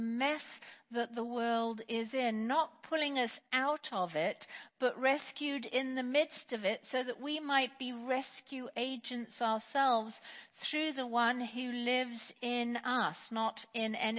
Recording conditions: large echoing room